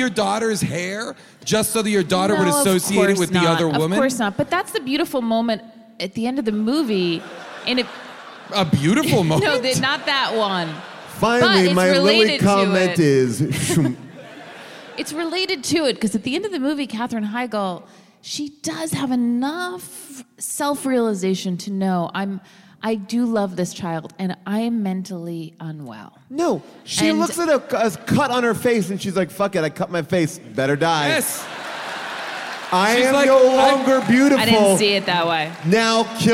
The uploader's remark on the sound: Recorded live from Durham, North Carolina